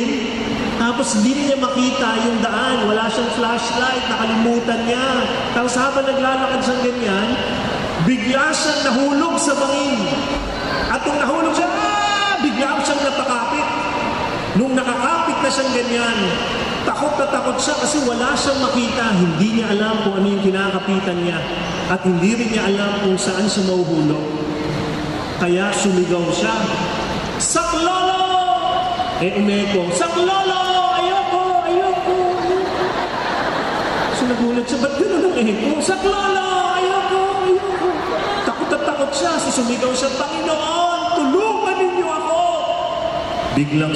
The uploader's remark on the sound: This talk was recorded from Rizal Grand Feast 2016